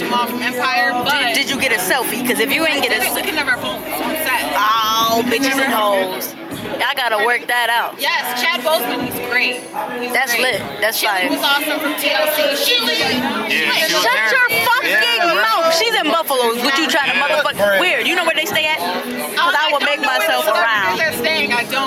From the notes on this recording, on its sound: record live from The Public's first ever Buffalo Cultural Showcase